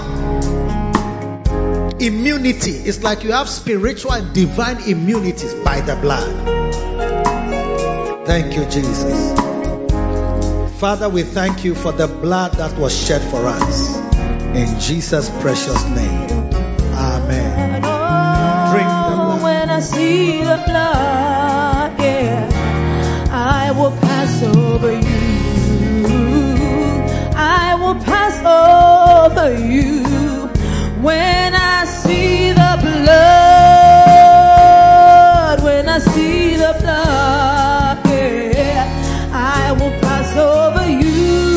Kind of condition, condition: setting, large echoing room